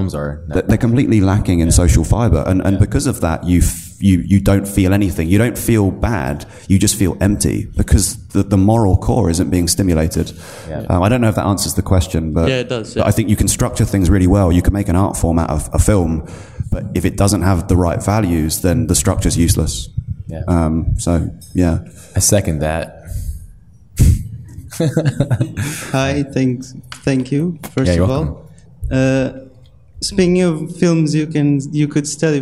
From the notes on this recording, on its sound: This week's episode is a live recording. From Industry Workshops event held in London this past August.